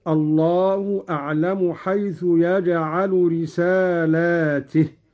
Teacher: قرأ قالون بمد اللام وكسر التاء هكذا: الله أعلم حيث يجعل رسالاته، والجمع على أن الرسالات متعددة.